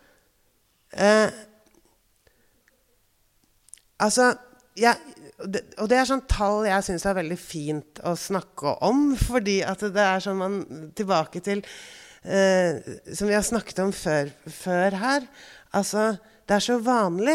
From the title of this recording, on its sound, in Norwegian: LIVE FRA DOVREHALLEN